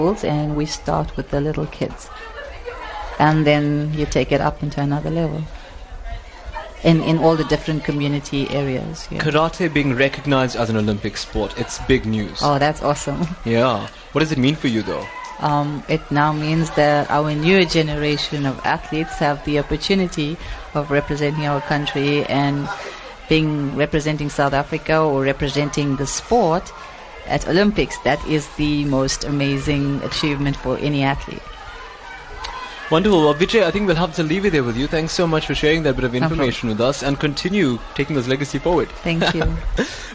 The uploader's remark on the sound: NewsbreaK Talk LIVE from the SA Karate 2017 Nationals. Live broadcast from the 2017 SA Karate Nationals.